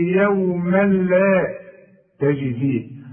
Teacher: اللام والراء، ادغام كامل بدون غنه